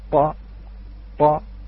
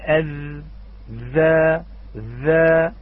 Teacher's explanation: عندما نقول مثلا نعم طا طا، نلاحظ ليس هناك زمن فيها، ولكن لما نقول أذ ذا ذا، نلاحظ أن هناك جريان، هناك زمن